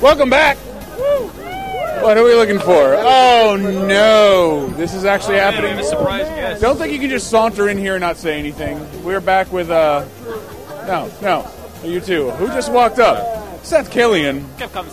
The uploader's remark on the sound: LIVE from Boston’s PAX East 2012 extravaganza!